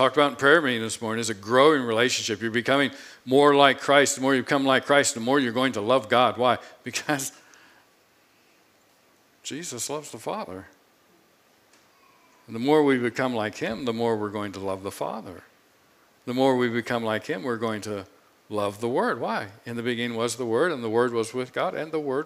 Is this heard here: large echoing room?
yes